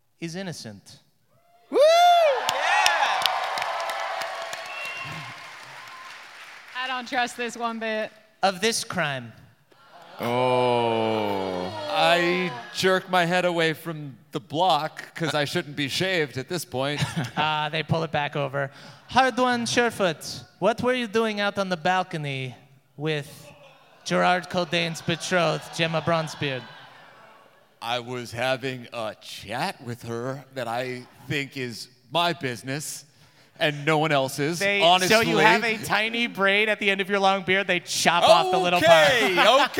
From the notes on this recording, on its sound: NADDPOD Live in Boston